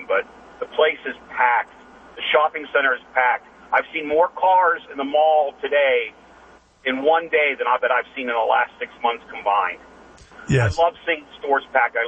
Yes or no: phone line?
yes